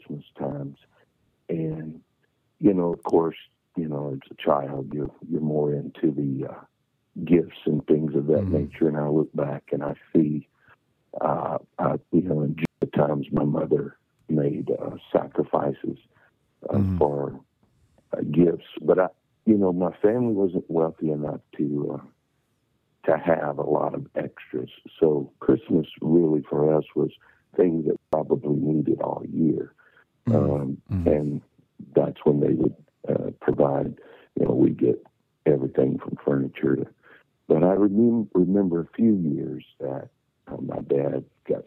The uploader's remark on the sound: This week we bring you gifts, in the form of phone calls to some familiar Kingdom Speak guests.